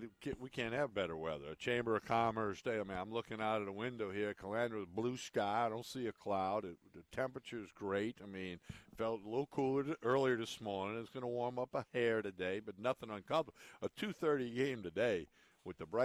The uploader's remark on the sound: Hour Two is live from Calandro's!